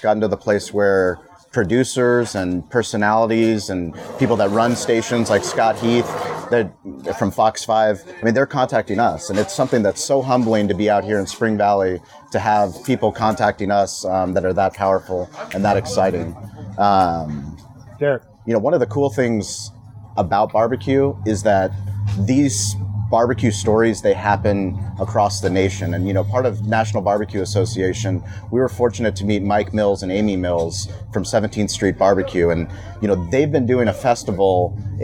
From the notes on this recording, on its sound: recorded live on the main stage of the 10th annual Spring Valley Tailgate and BBQ Fest